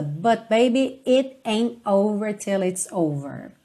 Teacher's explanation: Aqui a gente acaba não ouvindo muito rararã, porque ele está mesmo fechando os sons das palavras, está usando realmente esse T como uma consoante oclusiva e dando uma pequena pausa.